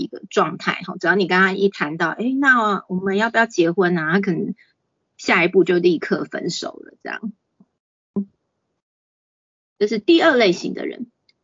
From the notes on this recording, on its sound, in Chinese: 此為線上課程錄音檔！